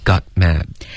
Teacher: got 结尾别用喉音停顿 OK 要用舌尖的停顿